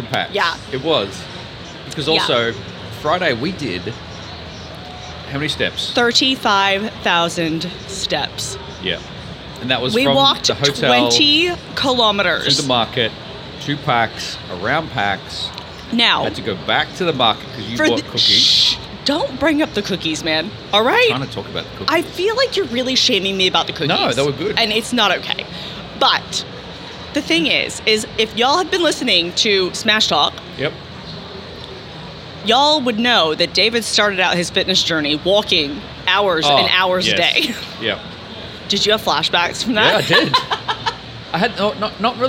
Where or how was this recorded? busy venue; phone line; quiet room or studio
busy venue